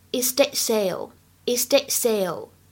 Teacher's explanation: 当中的第二个 t 有一个不完全是去爆破的现象